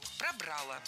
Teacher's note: Мы уже знаем, что окончание в спорных случаях должно быть безударным, поэтому переносим его на второй слог · Term: ударение